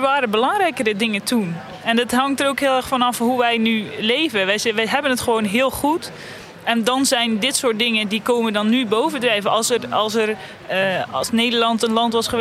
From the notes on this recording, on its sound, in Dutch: Deze podcast is opgenomen tijdens het Deltacongres 2019 in Goes